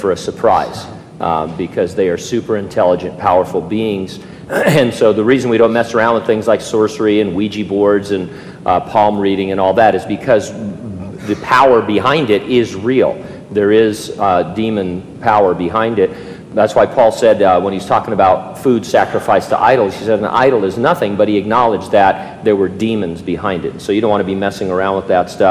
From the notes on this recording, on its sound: during a live Q&A session at Calvary Hanford